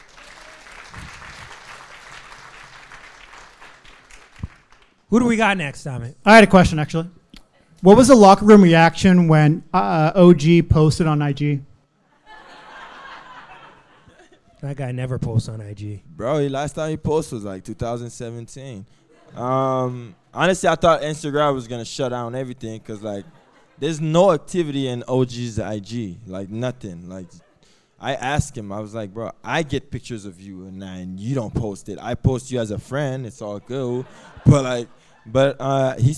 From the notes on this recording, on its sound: Who invited Hustle Play to record at their live show this week.